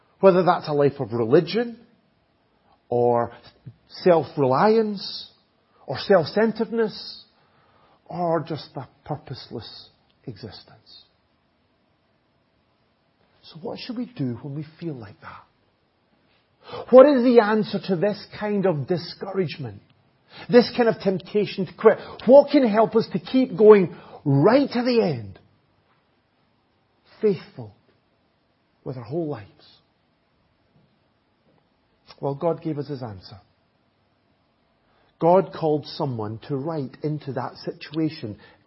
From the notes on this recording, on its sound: Audio recording of the Sunday morning Bible Teaching. At Enniscorthy Christian Fellowship, Enniscorthy, County Wexford, Ireland.